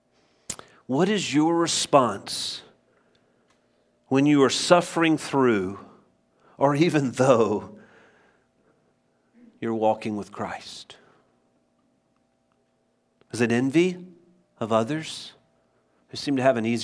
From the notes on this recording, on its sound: Join us for a new teaching live from Covenant Church!